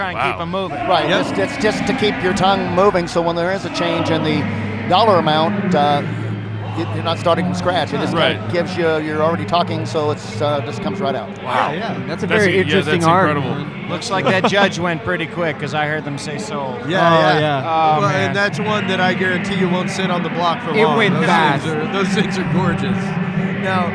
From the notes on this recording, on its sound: LIVE from Mecum Auto Auction – Houston, TX. Travel to Houston, TX. Attend the annual Mecum Auto Auction and provide a unique spectator’s perspective on the event.